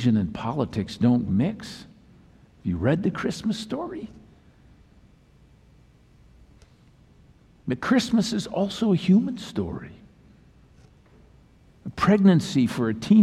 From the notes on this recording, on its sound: Message delivered during the 8PM Christmas Eve Service